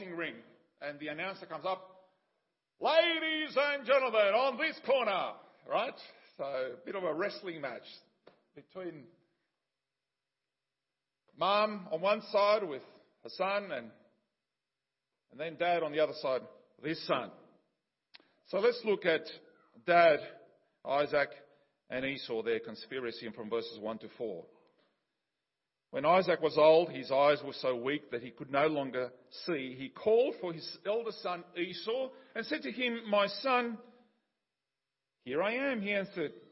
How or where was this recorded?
large echoing room